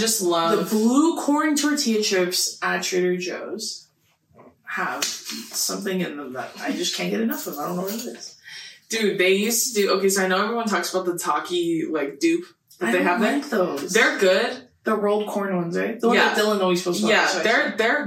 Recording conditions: poor sound quality